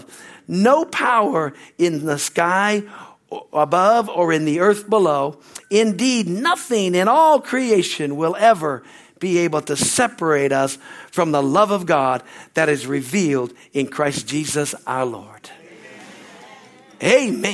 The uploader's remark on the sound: at Harvest Bible Church in Stockton, CA.